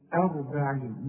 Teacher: نفس الراء عليها سكون بس فخمناها